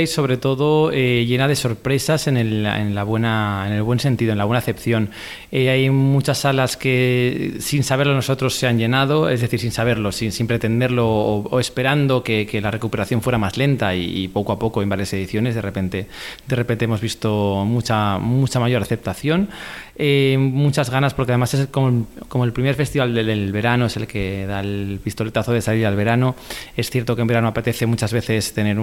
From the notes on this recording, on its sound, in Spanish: Programa especial en la antena de Onda Cero desde el Festival Cinema Jove de Valencia